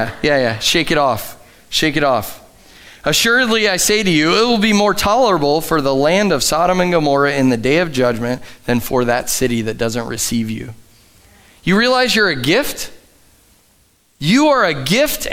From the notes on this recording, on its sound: Sunday Morning at The Summit Dover. Live from The Summit Church in Dover, OH.